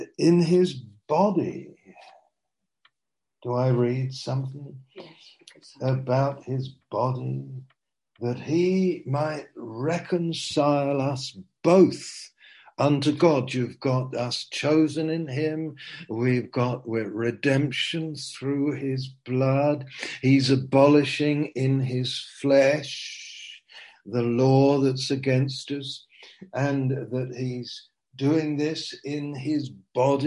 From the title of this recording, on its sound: Zoom - Teign Valley Sessions